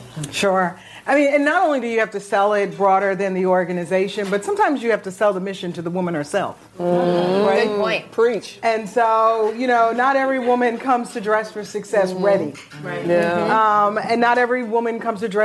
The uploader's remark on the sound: No Limits brings you our first episode recorded in front of a live audience in Manhattan, New York at the Overarching Success Power Lunch.